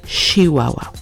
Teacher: many people from Chihuahua pronounce the ch as sh, so instead of Chihuahua, they say Chihuahua.